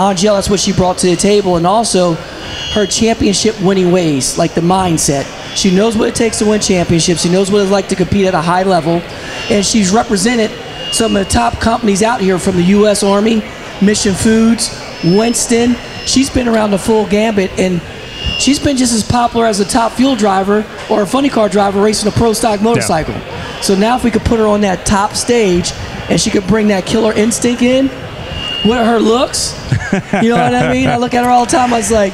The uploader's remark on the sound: The show will be live from Lucas Oil Indianapolis Raceway Park and feature an audience inside the track’s Top Eliminator Club.